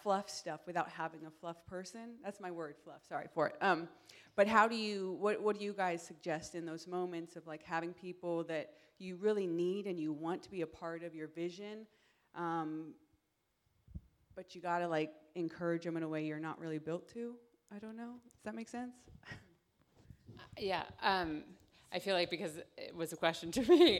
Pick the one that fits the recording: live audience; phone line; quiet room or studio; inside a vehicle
live audience